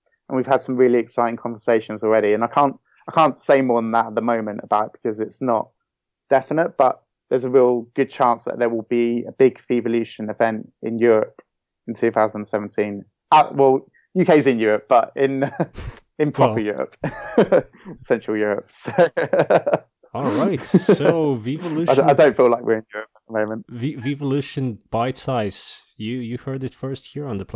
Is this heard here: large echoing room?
no